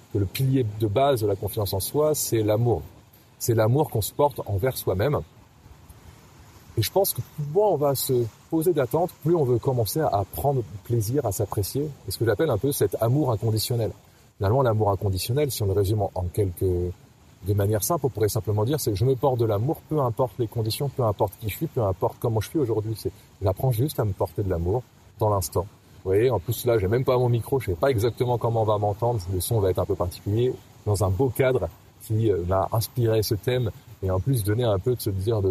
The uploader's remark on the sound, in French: enregistré au bord de la mer